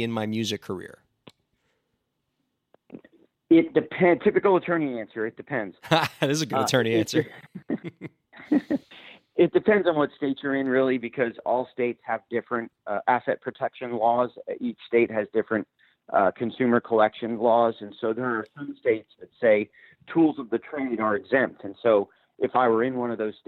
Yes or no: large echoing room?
no